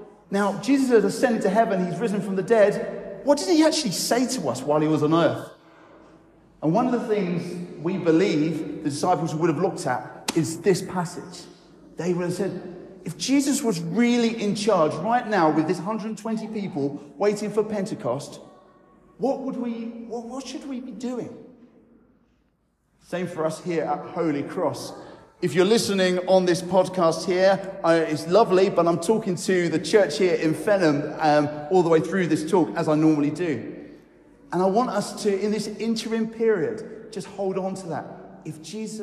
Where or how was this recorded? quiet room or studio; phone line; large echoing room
large echoing room